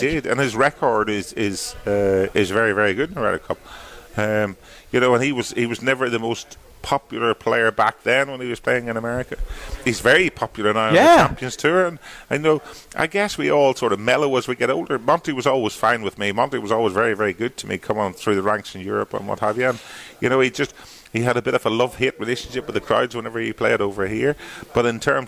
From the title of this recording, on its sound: Full Show LIVE from the TimberTech Championship